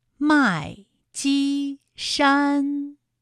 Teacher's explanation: 麦积山也是先四声，后面两个音都是一声